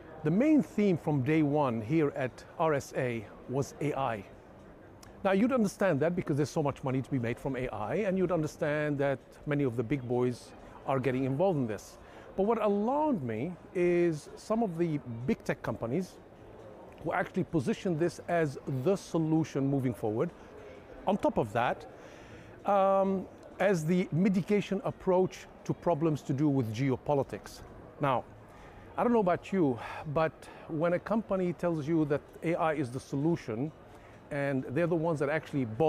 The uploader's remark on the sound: Directly from the RSA Conference 2023 in San Fransciso.